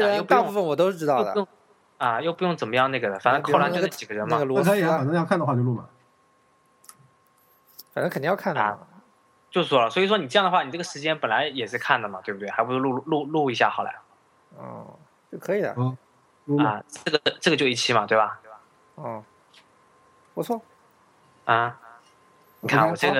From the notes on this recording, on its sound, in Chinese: 为了测试远程录音的效果，主播3人首次在3地用3电脑进行试音。